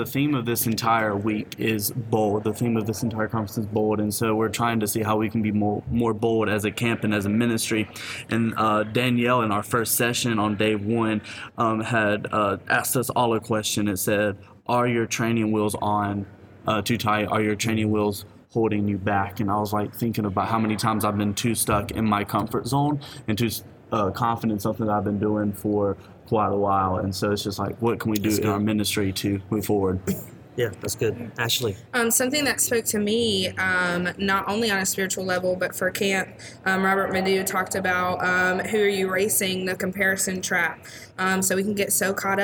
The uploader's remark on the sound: Live from the National CCCA Conference in Palm Springs. We're live from the National CCCA Conference.